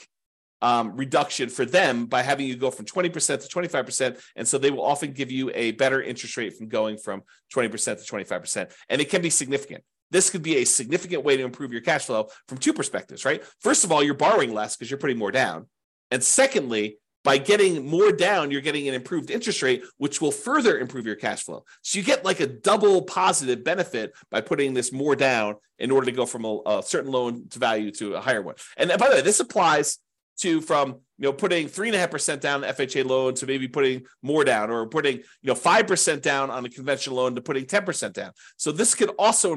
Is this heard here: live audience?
no